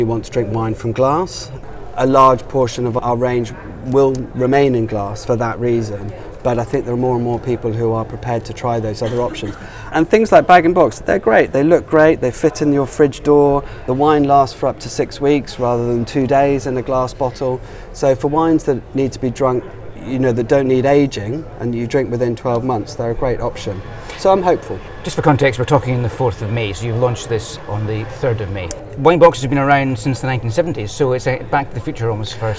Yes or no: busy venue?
yes